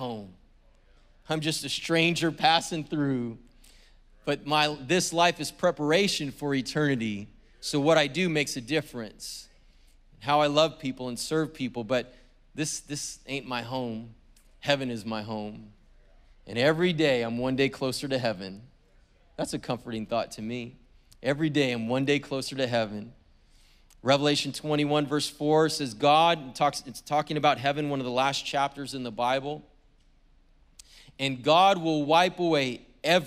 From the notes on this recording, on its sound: was preached on February 20th at the 10AM service.